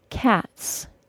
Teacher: If a word ends in an unvoiced sound, like the T sound in the word cat, for example, the final S is pronounced as an S sound